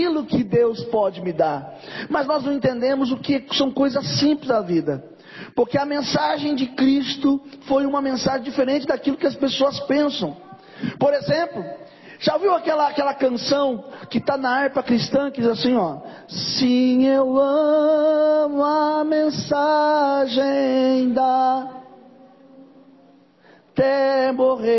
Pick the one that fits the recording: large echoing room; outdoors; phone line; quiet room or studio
large echoing room